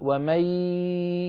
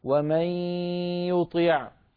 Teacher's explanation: نخرج صوتين معا، ياء من الفم وغنة من الخيشوم مع بعض · Shown in: second take · ومن أنت تقول ومن، فتأتي بالصوت الفموي دون الصوت الأنفي الخيشومي. · Term: الإدغام بغنة